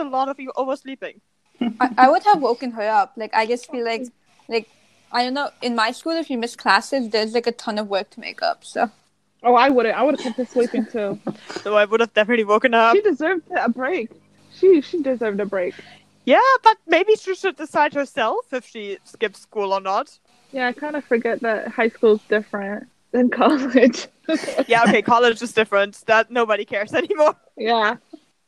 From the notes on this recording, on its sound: while fighting against bad Wi-Fi connections.